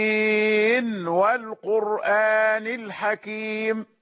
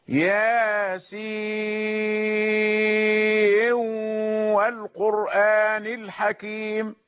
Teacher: هؤلاء يظهرون نون ياسين في الواو التي بعدها · Shown in: first take · هكذا: ياسين والقرآن الحكيم.